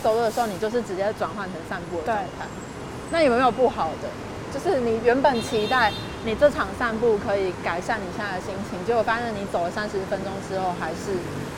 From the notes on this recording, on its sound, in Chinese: 邊散步邊錄音。將噪音打包成環境音，。為什麼想要在環境噪音中聊天？